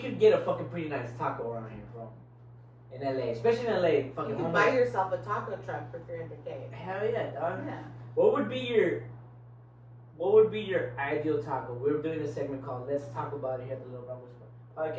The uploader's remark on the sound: WOULD LIKE TO APOLOGIZE FOR THE SOUND QUALITY, yea it sucks.